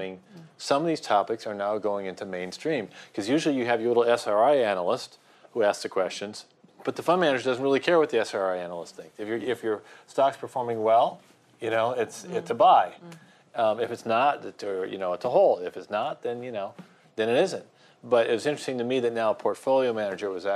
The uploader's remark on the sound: Event audio